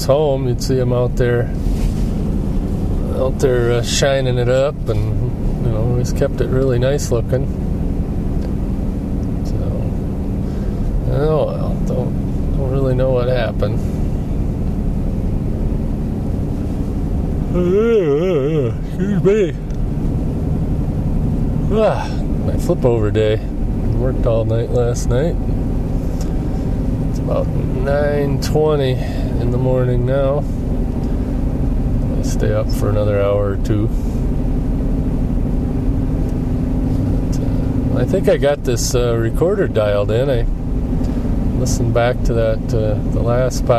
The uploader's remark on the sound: I try out my new Sony ICD-UX70 Recorder while driving around Traverse City in my car.